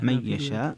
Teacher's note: من يشاء هنا فيها ترك الغنة، ترك الغنة لخلف عن حمزة